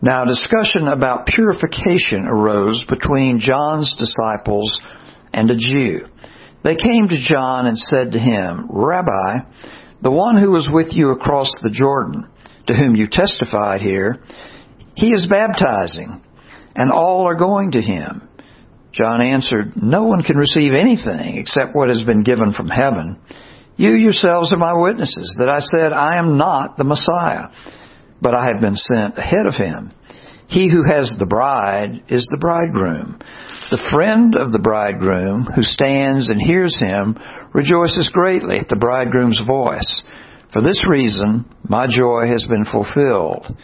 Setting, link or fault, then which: setting, large echoing room